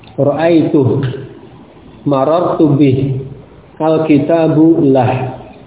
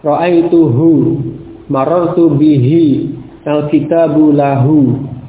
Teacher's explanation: Nah, bomir ha jika kembalinya kepada mufrad mudhakkar, waqafna 'alal ha'i bisukuni, maka kita waqaf pada huruf ha tersebut dengan sukun · Shown in: first take · Ya, waqaf pada huruf ha, pada ha bomir tersebut dengan sukun.